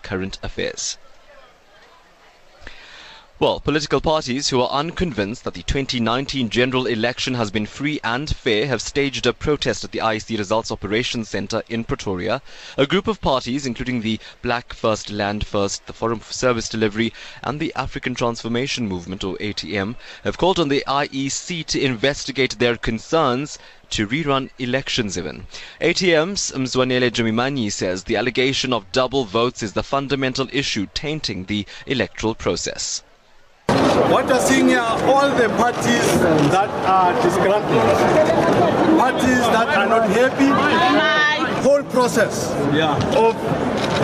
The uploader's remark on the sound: LIVE from the IEC Nerve Centre in Pretoria